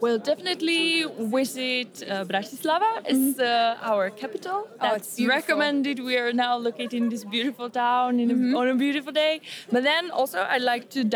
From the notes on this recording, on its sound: Live from the Polyglot Gathering 2017. The live clips are. Interviews, impressions and fun from the conference floor.